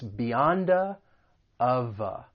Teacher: we can do some linking and link some consonants with that schwa sound